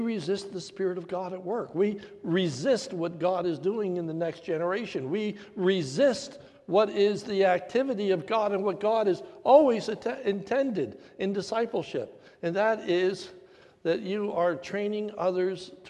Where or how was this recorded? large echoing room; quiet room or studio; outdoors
large echoing room